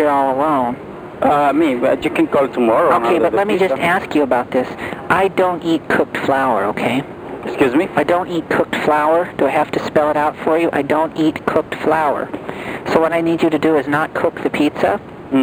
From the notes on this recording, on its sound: Prank Phone Calls